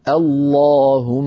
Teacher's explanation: نبدأ اللهم بهمزة مفتوحة هي همزة الوصل وبعدها لام مشددة مفخمة لأن اللهم تعامل معاملة الله من حيث التفخيم والترقيق.